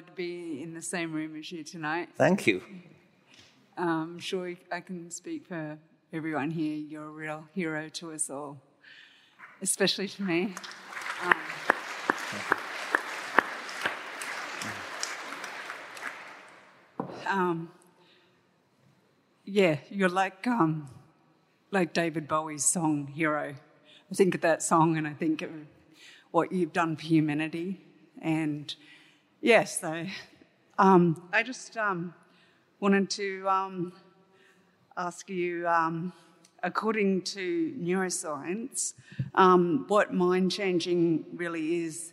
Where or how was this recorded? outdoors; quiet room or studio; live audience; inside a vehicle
live audience